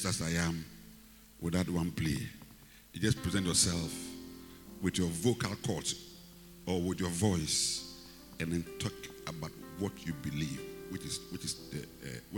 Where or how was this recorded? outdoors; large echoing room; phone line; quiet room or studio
large echoing room